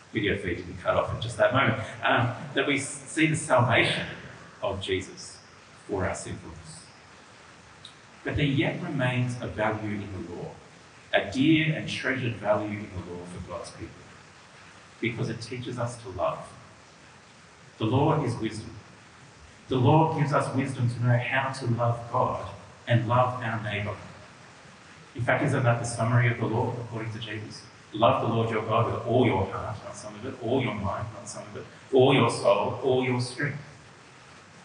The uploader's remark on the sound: This audio has a fair degree of reverb.